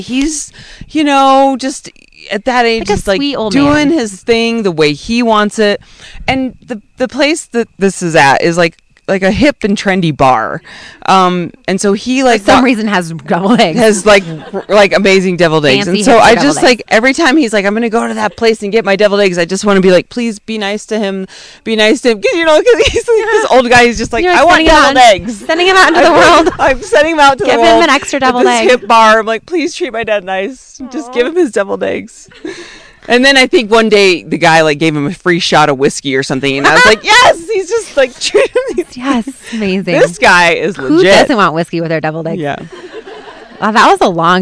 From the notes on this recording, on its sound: Ep.272: Live At Camp Timeout. Live from our most beautiful podcast location yet – under the stars at Camp Timeout!